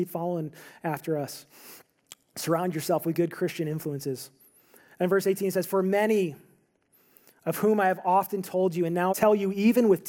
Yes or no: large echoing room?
yes